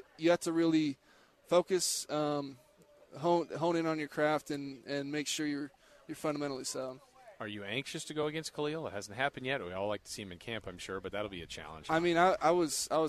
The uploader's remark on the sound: Joins The Lo-Down at Raiders Training Camp.